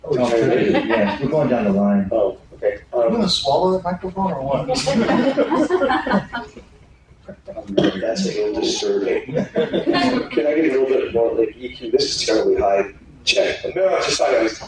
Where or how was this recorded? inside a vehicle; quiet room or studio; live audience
live audience